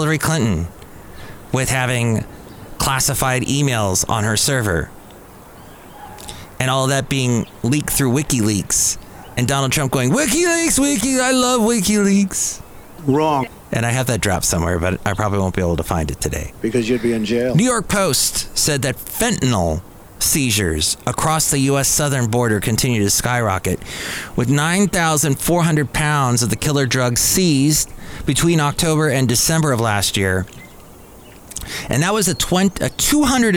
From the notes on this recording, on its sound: podcasts live from Cafe Anyway